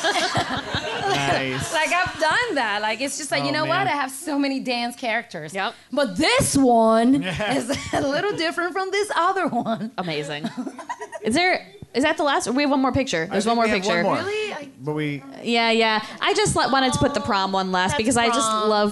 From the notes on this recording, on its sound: A special musical performance. Recorded live from the Q.E.D.: A Place to Show & Tell in Astoria, Queens, NY.